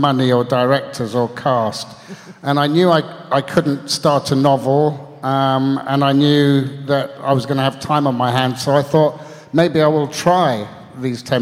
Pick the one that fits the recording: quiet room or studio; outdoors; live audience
live audience